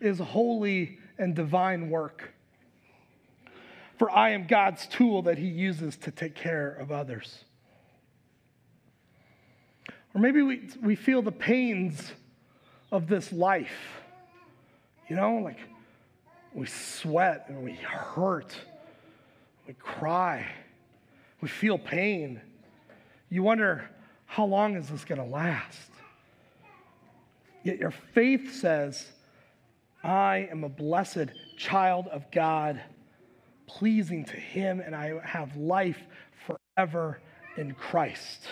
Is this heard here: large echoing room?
yes